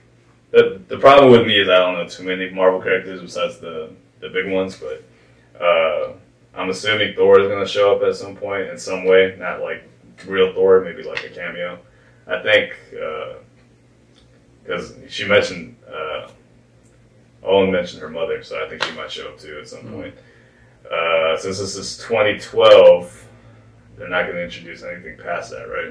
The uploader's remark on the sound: We apologize for the low audio quality for this episode.